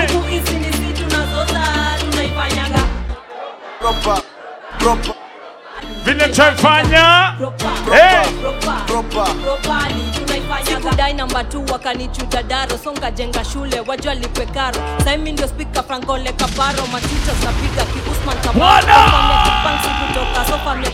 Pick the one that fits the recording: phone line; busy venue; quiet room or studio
busy venue